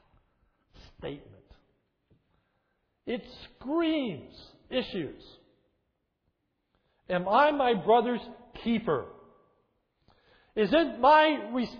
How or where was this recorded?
large echoing room